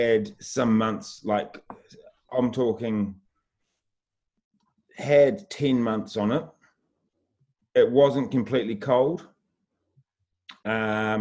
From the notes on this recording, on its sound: into the coolroom zoom room